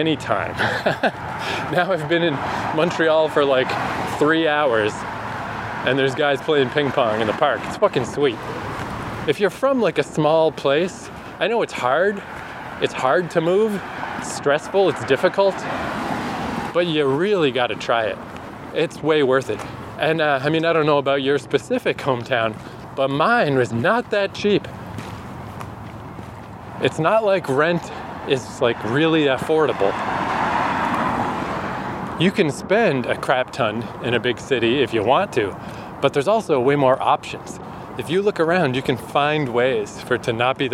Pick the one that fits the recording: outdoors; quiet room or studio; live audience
outdoors